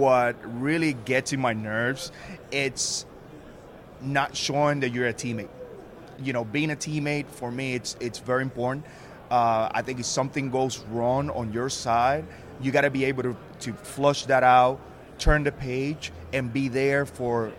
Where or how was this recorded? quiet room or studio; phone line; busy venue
busy venue